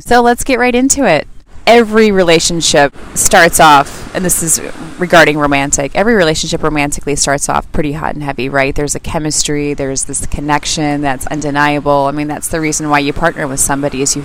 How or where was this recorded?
outdoors